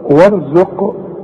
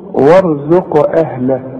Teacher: القاف دي عليها سكون، سواء تقف او توصل لازم تقلقل الحرف ده · Term: القلقلة